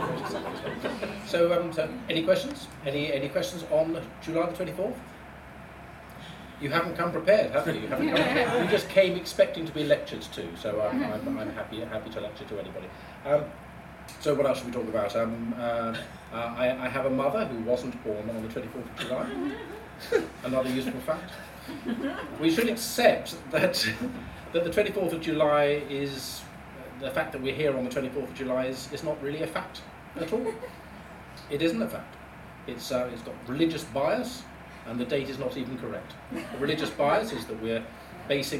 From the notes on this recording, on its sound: Recorded in the Star Inn in Quarry Street in Guildford, as part of The Guildford Fringe Festival.